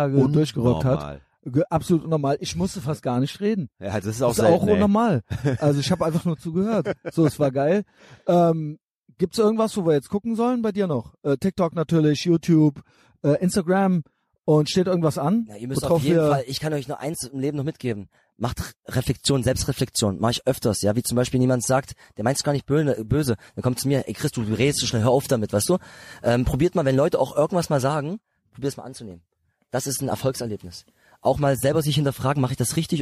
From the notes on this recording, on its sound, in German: Aufgenommen im Garten